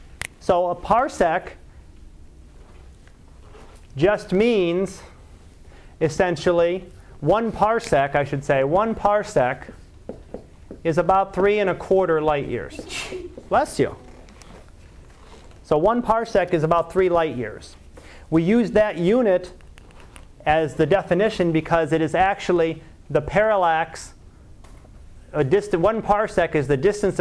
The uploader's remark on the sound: Live Class Lecture